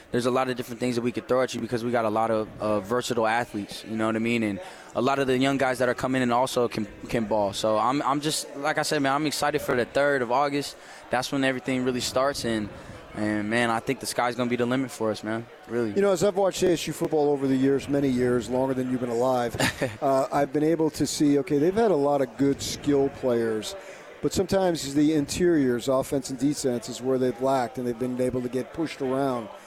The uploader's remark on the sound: LIVE from Pac-12 Media Day in Los Angeles, CA.